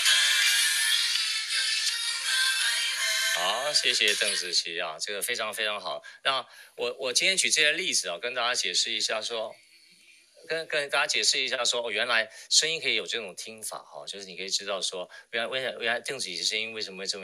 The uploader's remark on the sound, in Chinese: 於clubhouse上演說並現場錄音。現場錄音，原先只存檔用並無公開，音質上請多多包涵。